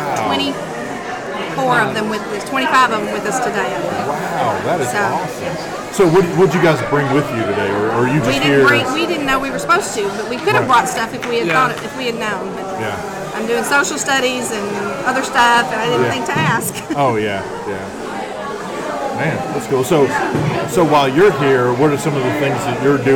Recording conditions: busy venue